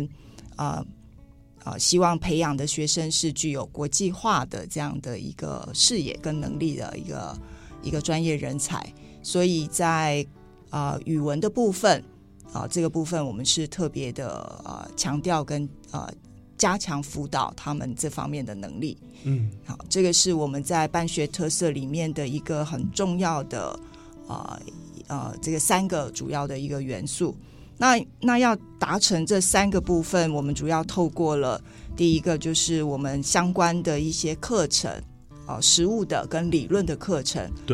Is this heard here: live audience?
no